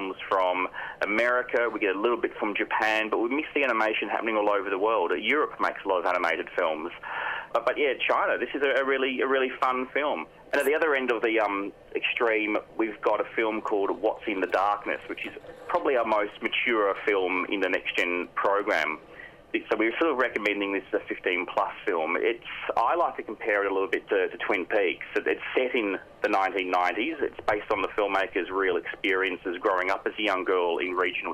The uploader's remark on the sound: On the line.